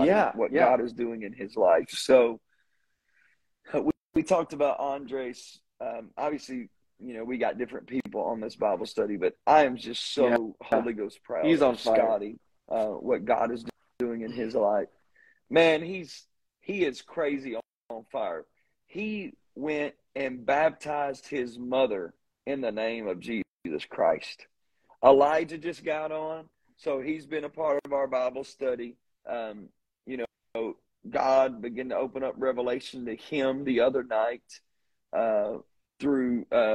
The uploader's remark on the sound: This is podcast is the second half of an interview from instagram live.